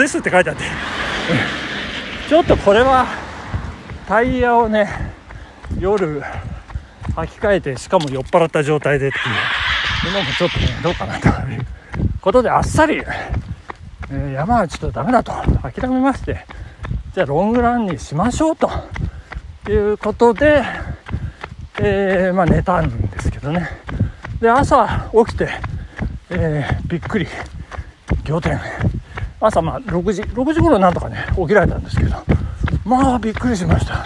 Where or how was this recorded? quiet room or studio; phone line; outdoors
outdoors